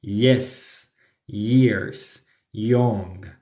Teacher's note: cuando la palabra empieza con ye, no va a sonar como ye en español, sino como i